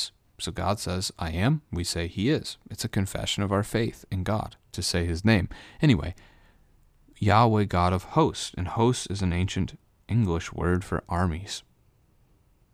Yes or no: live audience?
no